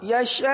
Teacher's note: اچھا، یشاء حمزہ پہ پیش ہے، یشاء، لیکن جب ہم وقف کریں گے نا تو حمزہ پر جھٹکا دیں گے، کیونکہ حمزہ ہو جائے گا ساکن · Term: حمزہ ساکن